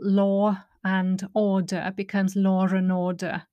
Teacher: And there are three called intrusive sounds. So there's the R, and that just appears when there isn't one in the spelling.